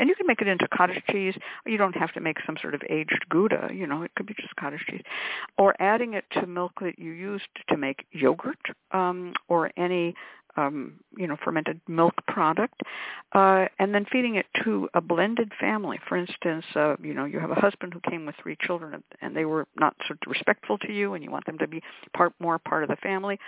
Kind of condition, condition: link, phone line